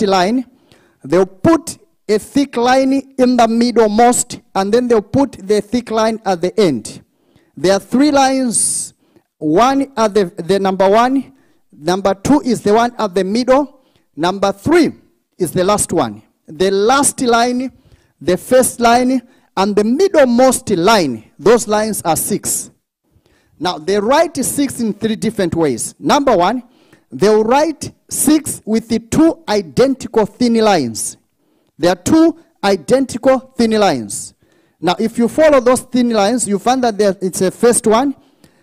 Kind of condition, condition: setting, live audience